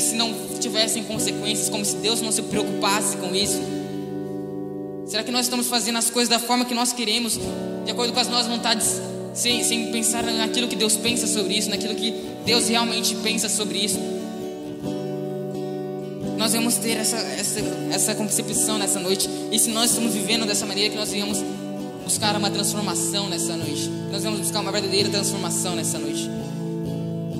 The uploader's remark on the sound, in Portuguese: Mensagem ministrada ao vivo em 07/11/2020. Igreja Presbiteriana Chácara Primavera.